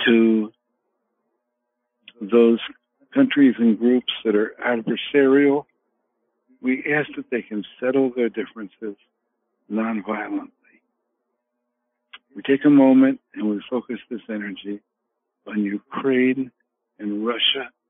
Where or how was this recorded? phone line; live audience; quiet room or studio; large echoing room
phone line